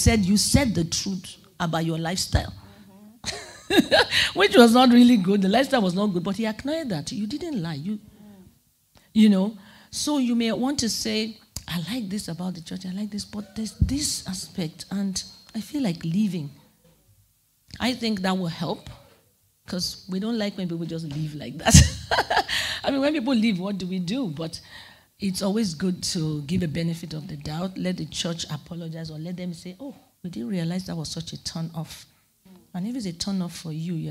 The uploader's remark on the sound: Question and Answer at the Light, Be conference in Vienna